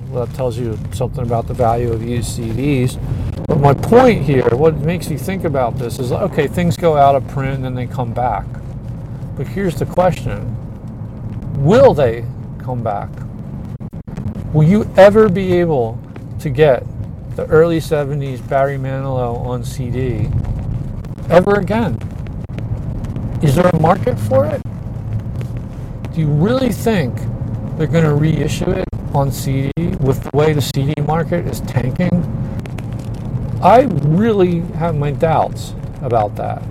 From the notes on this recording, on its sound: Recorded in my car on the way to and from work